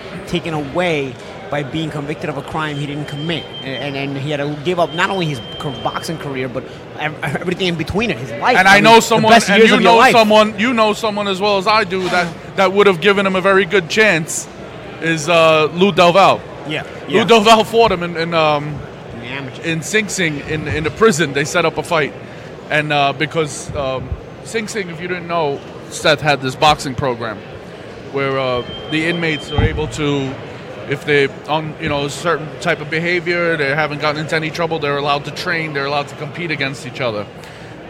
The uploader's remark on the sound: recording live from Barclay's Center in Brooklyn